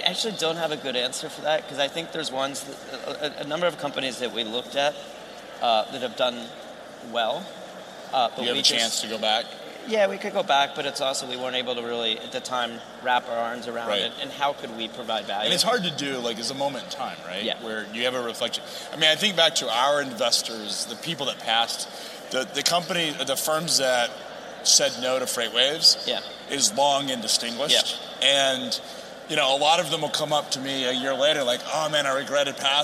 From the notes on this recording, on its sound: on the set of FreightWaves LIVE in Chicago